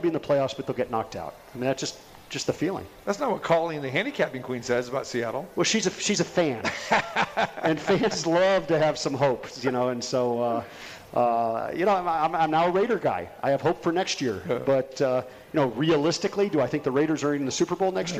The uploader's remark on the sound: Live From The Cosmopolitan